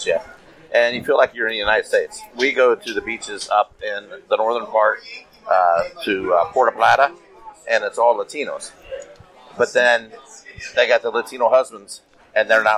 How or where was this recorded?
busy venue